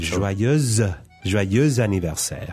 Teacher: when you put them together, there's kind of a Z sound in between